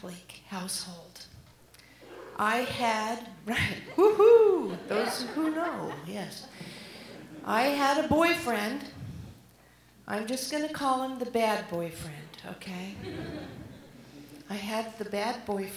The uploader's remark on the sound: live at the Alberta Abbey